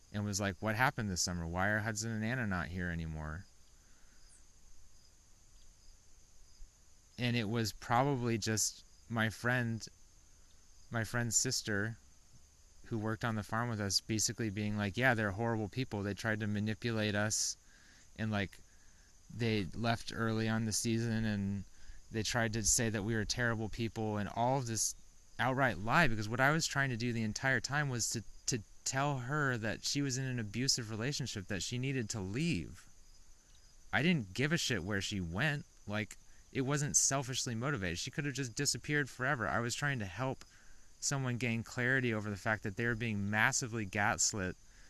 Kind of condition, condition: setting, outdoors